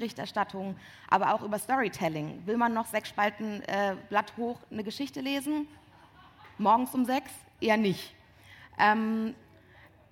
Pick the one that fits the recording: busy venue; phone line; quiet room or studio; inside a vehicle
busy venue